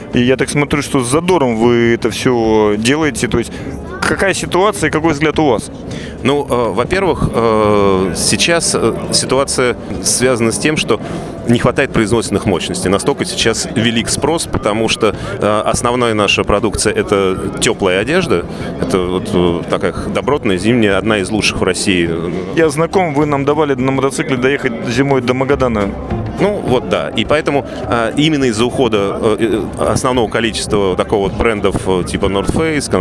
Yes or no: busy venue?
yes